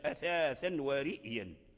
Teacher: وقرأ ورش بتحقيق الهمزة